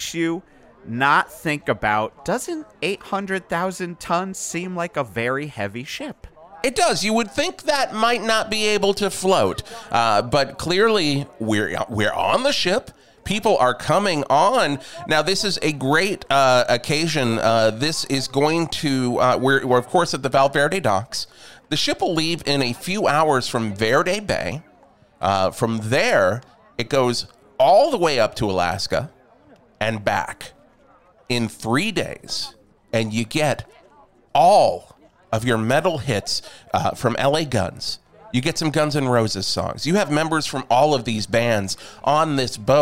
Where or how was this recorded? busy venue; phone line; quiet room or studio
busy venue